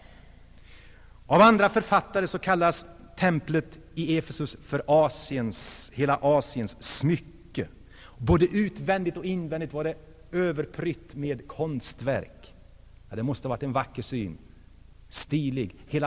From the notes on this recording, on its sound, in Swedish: Inspelad i Saronkyrkan, G&#154;teborg 1984-09.